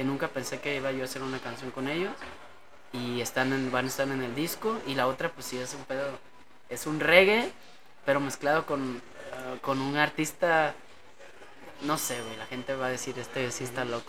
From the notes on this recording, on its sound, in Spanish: En vivo y en directo desde Jamaica Records en Guadalajara Jalisco